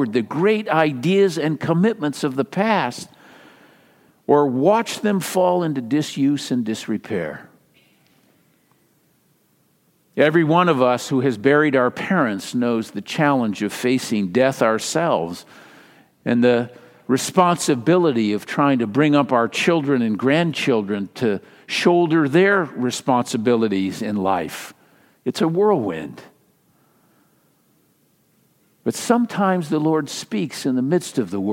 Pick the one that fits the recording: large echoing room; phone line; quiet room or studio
large echoing room